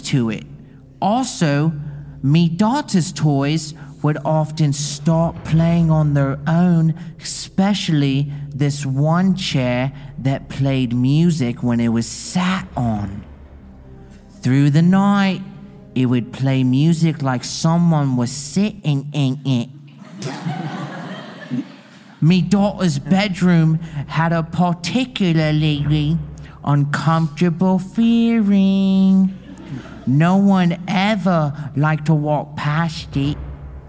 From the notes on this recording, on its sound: This episode was filmed in front of a live audience at the haunted Galleries of Justice in Nottingham, UK on October 22, 2022.